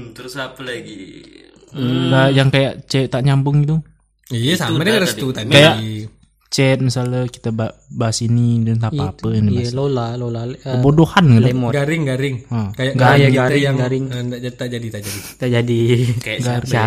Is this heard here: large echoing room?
no